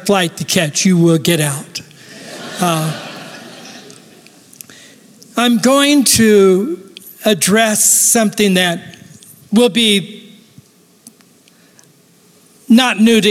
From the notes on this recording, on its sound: Recorded live at Capital Church in Meridian, Idaho